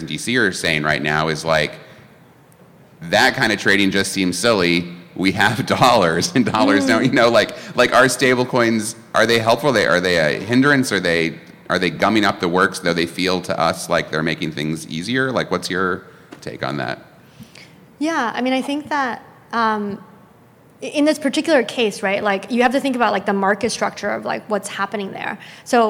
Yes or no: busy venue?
yes